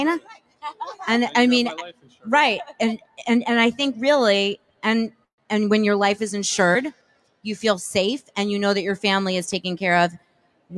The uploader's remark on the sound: Recording Live from the metroburb's favorite block at Bell Works. An incredible panel of hiring & inspiring leaders from Monmouth County.